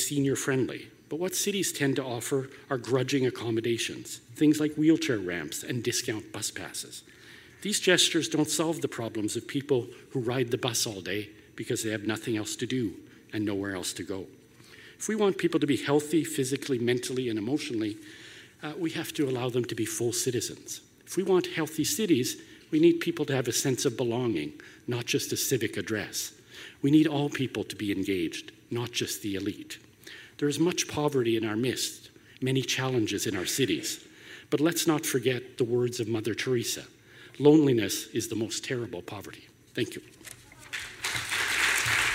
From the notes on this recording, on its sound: spoke at The Walrus Talks Healthy Cities in 2016 in Hamilton, Ontario